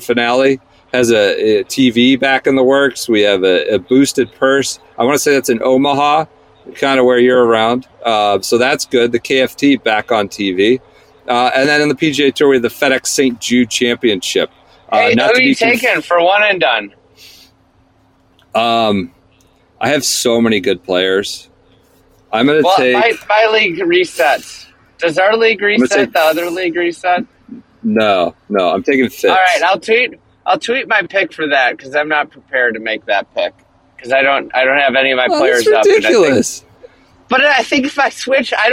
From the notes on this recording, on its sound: Sits in the car outside a beach house. Scoots through rural Nebraska in his own vehicle.